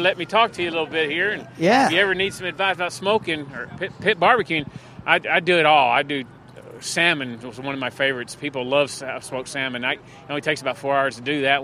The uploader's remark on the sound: LIVE From Bass Pro Shop in Bridgeport, CT